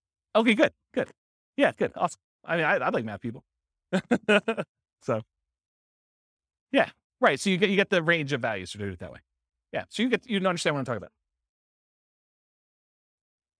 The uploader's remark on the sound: This was a live class recorded